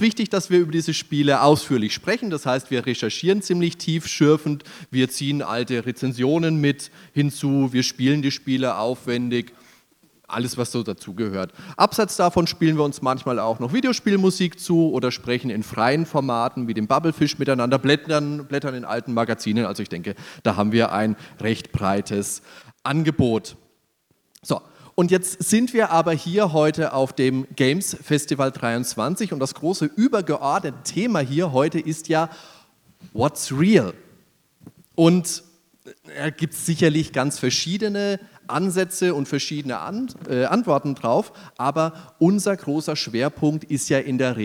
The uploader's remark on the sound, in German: Nerdwelten LIVE 2023. Produktion: GamesFestival23.